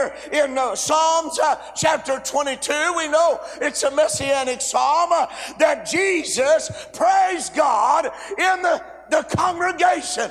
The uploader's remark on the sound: A sermon preached Monday Afternoon during our Spring Jubilee, on March 27, 2023.